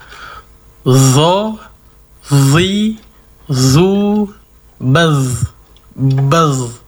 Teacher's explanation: Jadi untuk zo juga memiliki sifat isti'la, terangkatnya pangkal lidah.